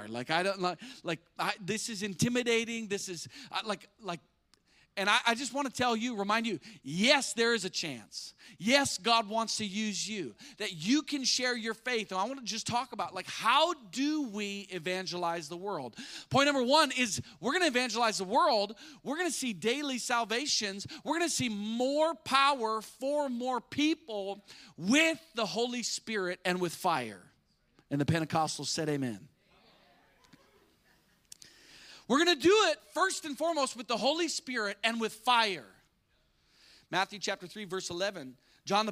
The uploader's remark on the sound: spoke live at our church.